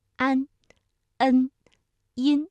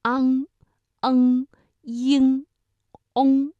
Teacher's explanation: 这个前鼻音呢，大家感觉到它的发音部位明显的靠前，那舌尖抵住上齿龈，安、恩、音，而后鼻音发音的时候部位靠后，昂、恩、英、翁，口型大小也不太一样。比如前鼻音呢，口型相对比较扁、比较窄，比如音。哎，这个嘴唇微微张开就可以了。而发后鼻音的时候，相对来说要较圆、较开。